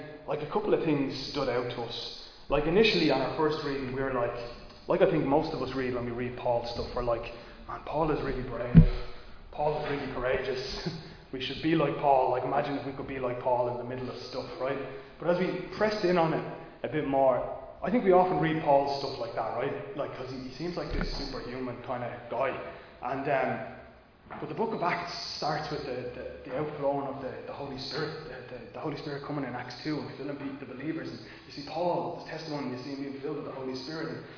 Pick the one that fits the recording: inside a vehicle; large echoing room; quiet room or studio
large echoing room